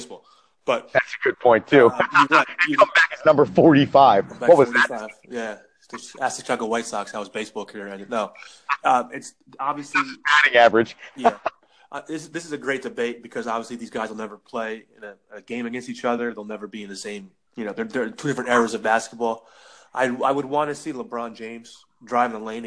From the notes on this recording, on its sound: The boys are reunited over the phone.